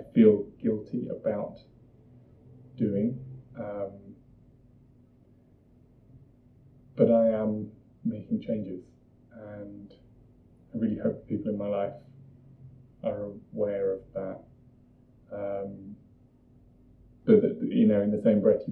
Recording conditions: poor sound quality